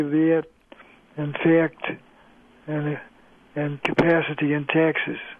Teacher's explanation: But this was changed to the rule saying all words spelled with letter A are going to be pronounced as air. So people say viet and fact and capacity and taxes.